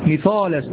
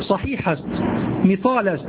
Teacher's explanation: هكذا يقول الفرس مثالست، يفخمون الألف يفخمون الألفات